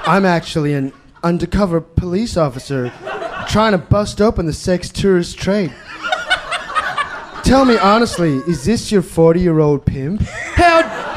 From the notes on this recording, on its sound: Recorded LIVE at The Joint in Melbourne